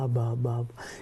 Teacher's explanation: La A como la primera vocal y la B, esa bilabial, que es apenas un balbuceo